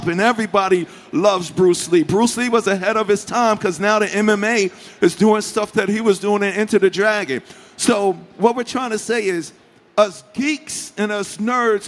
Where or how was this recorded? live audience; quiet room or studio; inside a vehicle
live audience